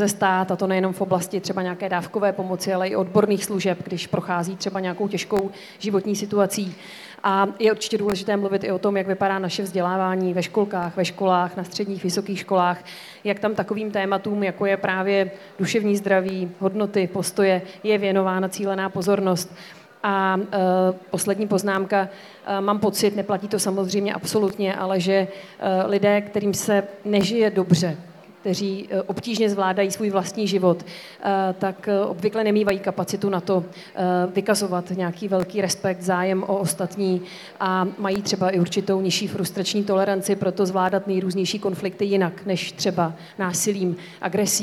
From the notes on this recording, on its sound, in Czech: na knižním festivalu v Ostravě